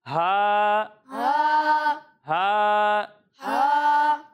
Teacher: اور جب ہم ہا کی ادائیگی کریں گے تو اسے حلق کے درمیان والے حصے سے پڑھیں گے